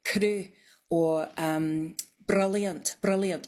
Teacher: So it's like a rolled R, but it's like one instead of many, many all in a row · Term: tapped R